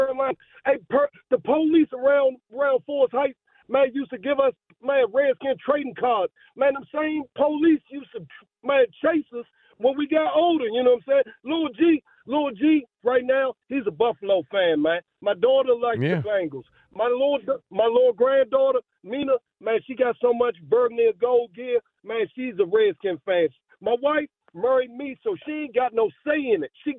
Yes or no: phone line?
yes